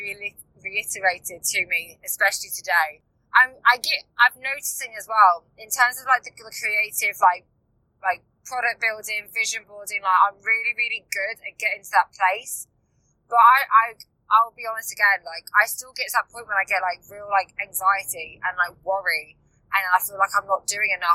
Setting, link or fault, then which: setting, inside a vehicle